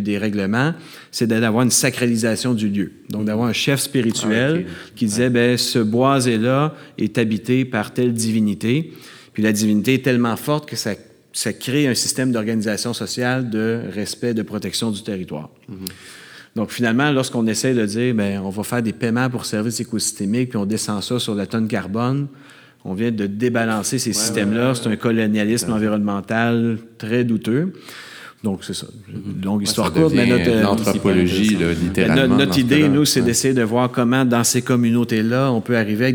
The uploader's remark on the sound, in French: Cet épisode a été enregistré devant public aux Jardins de Métis dans le cadre de l’École d’été de la Faculté d’aménagement de l’Université de Montréal.